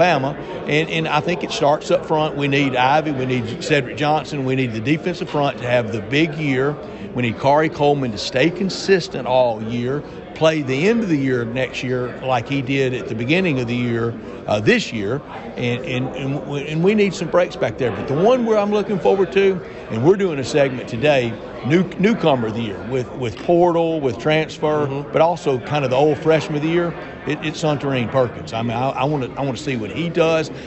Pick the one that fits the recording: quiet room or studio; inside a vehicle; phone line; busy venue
busy venue